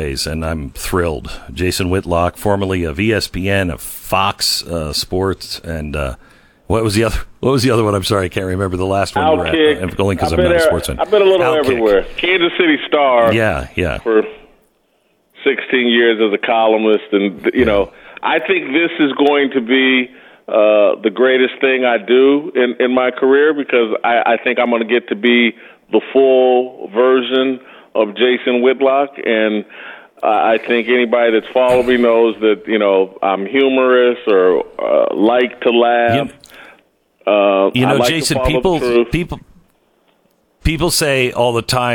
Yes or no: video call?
no